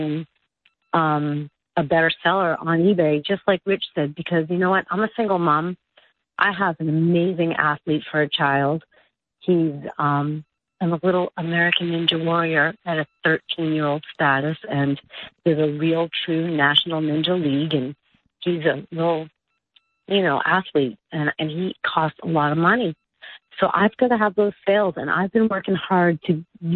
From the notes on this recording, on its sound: Chicago IL. Called.